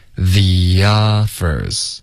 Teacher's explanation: 这里 the 跟 offers 之间我们会添加一个很轻的一个 y 的音